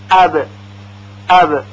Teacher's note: در تلفظ این پنج حرف البته در حال سکون میبینیم مخرج مخصوص حرف تکان شدیدی میخوره، مثلا در تلفظ تا تا ساکن زبان دفعتاً به سقف دهان خورده و کنده میشه اپا اپا، یا در تلفظ حرف با ساکن لبها یک دفعه به هم میخوره و کنده میشه · Term: قلقله